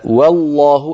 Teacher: انتقلي من واو مرققة إلى لام مفخمة